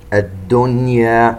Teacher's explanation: نون ساكنة بعدها حرف الياء لكن لأنها في كلمة لا إدغام هنا